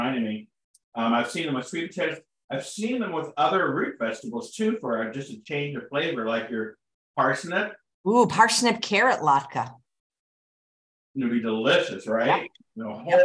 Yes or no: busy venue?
no